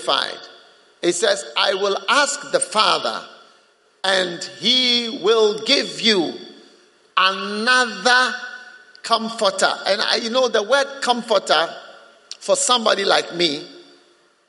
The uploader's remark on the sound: Preached at the First Love Center, Accra.